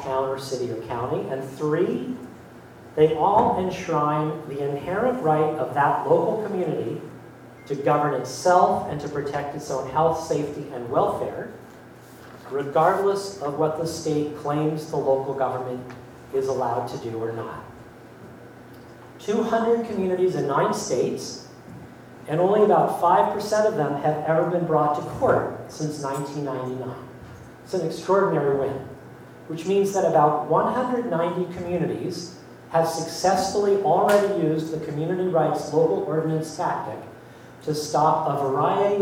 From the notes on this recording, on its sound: the Keynote Speech at Progresstival in La Crosse, Wisconsin